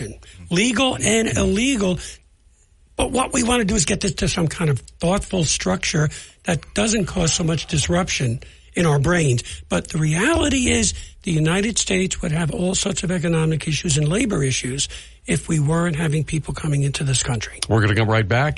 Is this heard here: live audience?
no